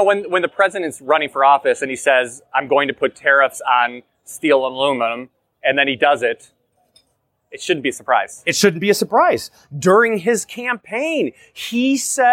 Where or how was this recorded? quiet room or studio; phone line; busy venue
busy venue